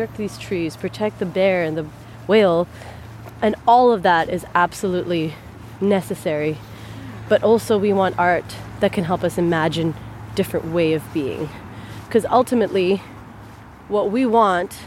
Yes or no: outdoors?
yes